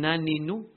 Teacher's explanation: We deal with the vowel noon, a noon al-mutaharrika, which exits obviously from the tip of the tongue